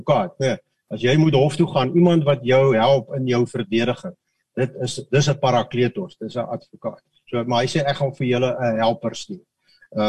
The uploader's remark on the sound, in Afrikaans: Manne van die Woord Zoom Byeenkoms.